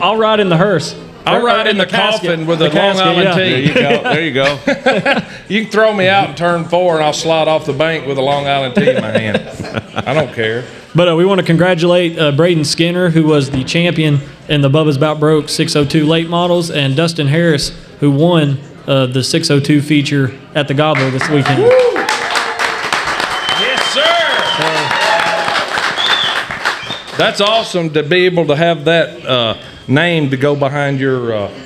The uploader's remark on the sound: LIVE from the Brickyard Cafe